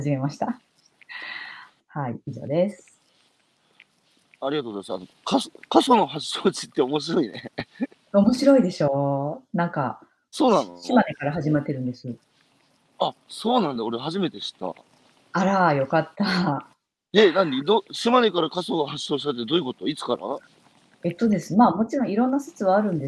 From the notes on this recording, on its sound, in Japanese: 歩きながら1時間、対談する